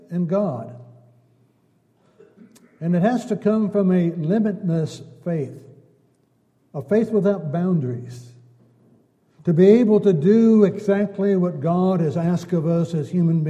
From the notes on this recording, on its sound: Downtown Church Of Christ Audio Sermon.